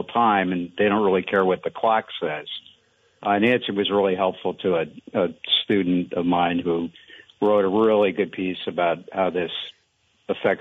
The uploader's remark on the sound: An Open Phones Show. Spend most of the show talking with listeners about a whole variety of topics.